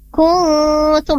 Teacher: amma kuntum, nun mati ketemu ta, maka dia di sana diikhfakan.